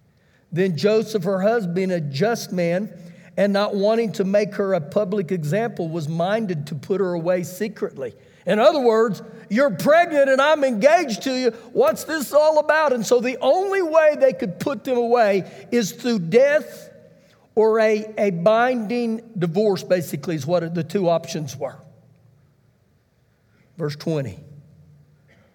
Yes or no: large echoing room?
yes